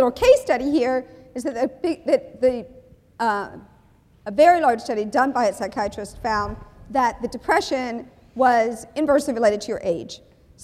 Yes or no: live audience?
yes